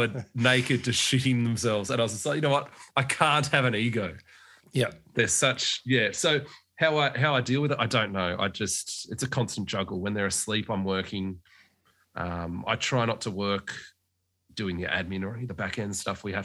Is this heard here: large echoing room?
no